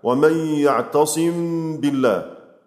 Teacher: أخفي الميم الساكنة إذا وقع بعدها باء ويسمى بالإخفاء الشفوي